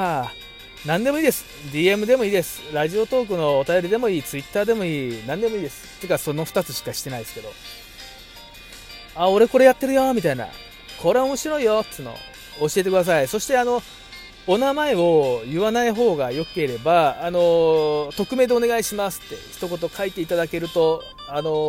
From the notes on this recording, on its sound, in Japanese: 今日の収録も琵琶湖からお届けしております